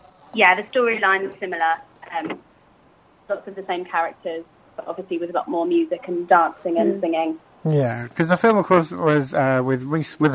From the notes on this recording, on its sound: Joined on the phone.